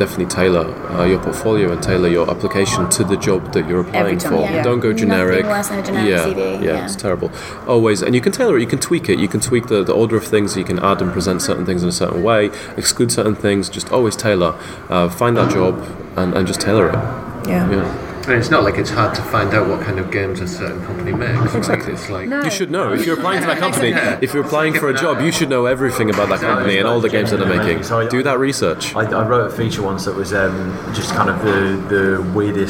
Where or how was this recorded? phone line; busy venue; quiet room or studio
busy venue